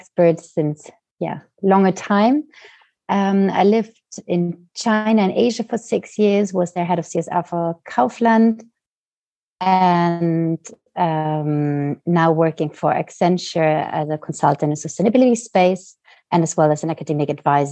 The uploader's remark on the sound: Recorded LIVE on July 28th, Zoom, 1pm CET